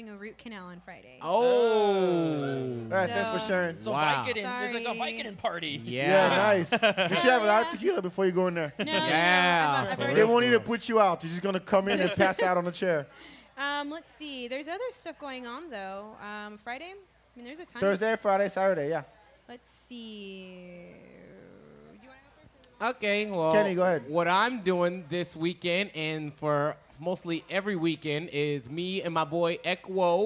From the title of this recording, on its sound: Live At Holy Mountain